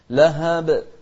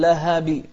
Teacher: القلقلة هني دائما أقرب إلى الفتح · Shown in: first take